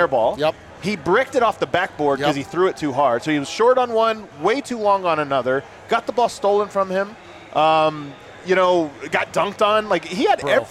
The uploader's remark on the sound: LIVE in Vegas at Circa Resort and Casino.